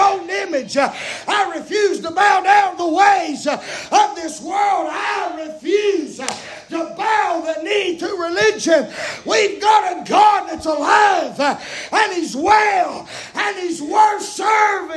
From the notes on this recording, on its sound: preaching live from Still Water Baptist Church on 7/26/23 Wednesday pm